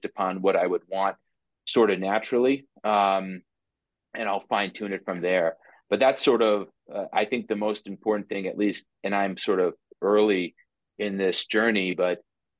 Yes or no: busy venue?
no